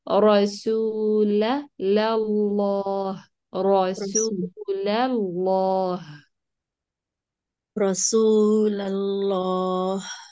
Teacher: اللام الأولى مرققة، اللام اللي بعدها مغلظة، مش بس مفخمة، مغلظة